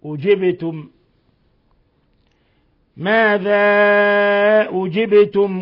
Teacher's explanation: فيقول ماذا أجبتم، المد هنا مد منفصل يمد من 4 إلى 5 حركات، والباء ساكنة فتقلقل لأنها من حروف قطب جد